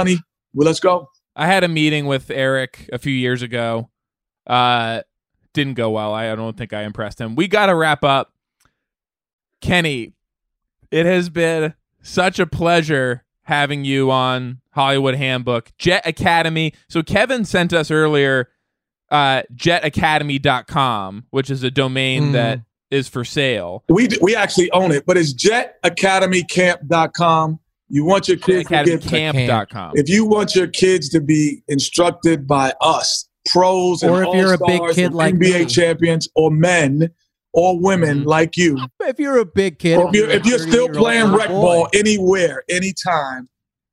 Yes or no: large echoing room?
no